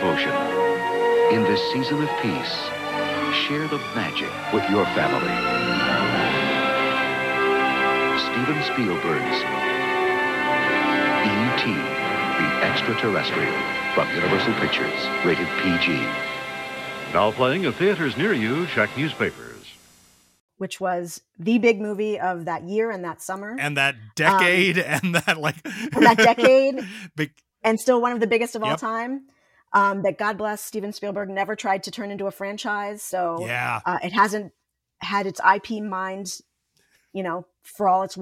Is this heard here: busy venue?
no